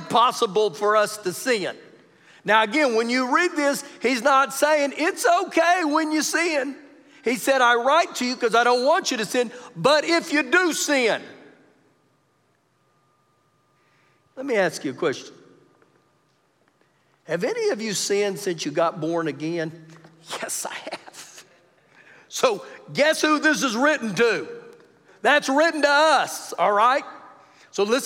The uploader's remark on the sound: Recorded live during our Wednesday night service